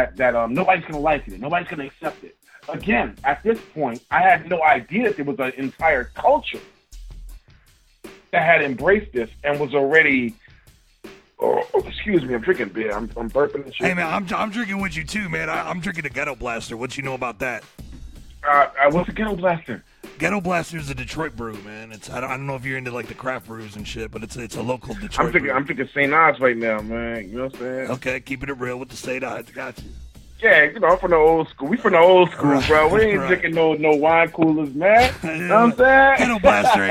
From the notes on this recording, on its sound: calls in to Wicked 101!